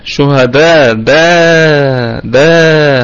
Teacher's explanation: الكلمه طبعا كلها مرققه والدال قلقله نسبيه وفيها مد، وفيها مد واجب، مد واجب متصل، شهداء دا دا، هو ده اللي احنا بنقول عليه، أتت الفتحة وبعدها الألف، الابنة وبعدها الأم، فأصبح عندنا يعني عائلة، كوننا أسرة.